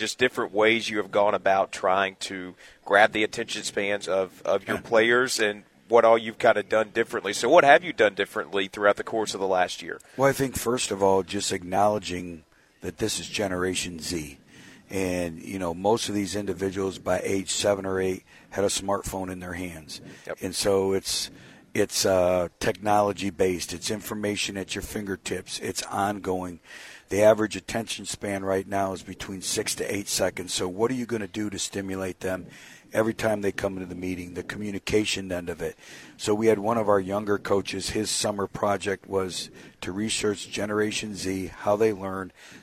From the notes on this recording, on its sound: Live from A-State Football Media Days.